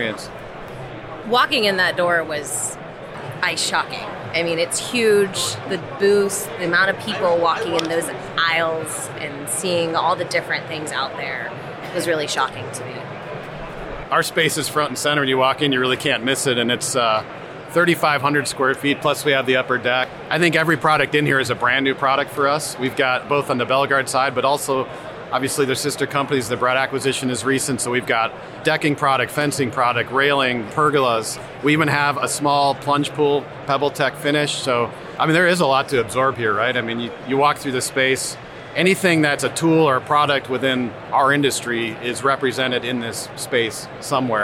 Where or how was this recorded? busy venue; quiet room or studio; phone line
busy venue